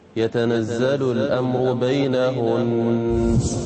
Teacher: ما لا تقولي يتنزل الأمر بينهن، هذه قلقلة في النون ليست صحيحة، هكذا يتنزل الأمر بينهن.